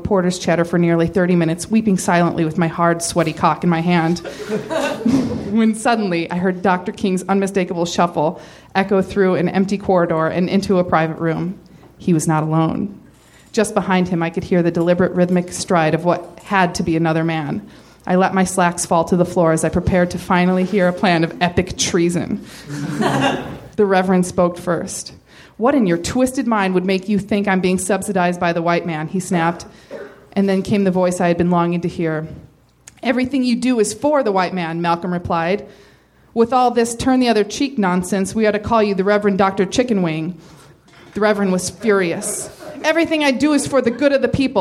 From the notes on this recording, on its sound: Recorded May 20, 2014 at Nerdmelt Showroom in Los Angeles.